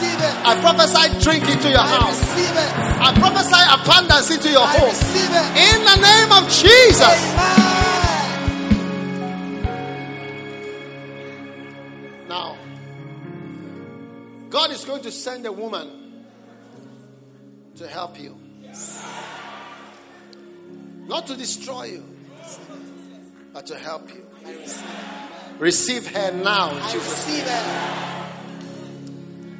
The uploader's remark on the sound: Preached at the Prophetic Encounter Service.